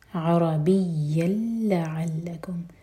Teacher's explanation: عرا عین حلق سے، را ہیوی